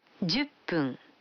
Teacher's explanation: когда фун добавляется к 10, дю, то произносится пун